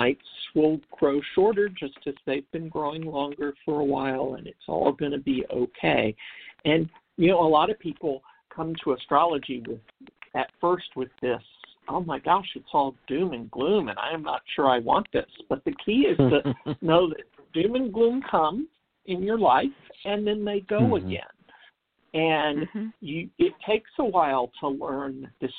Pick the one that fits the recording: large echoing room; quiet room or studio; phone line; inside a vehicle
phone line